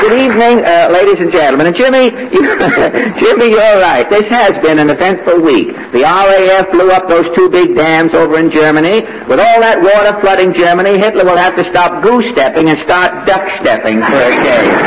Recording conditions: distortion